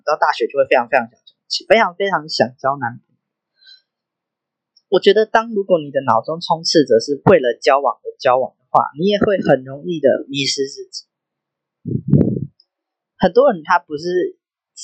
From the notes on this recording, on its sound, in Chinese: 我還在學習要怎麼剪輯跟降噪和錄音，第二支一定會好很多。另外因為我講話有一點慢所以有調整速度。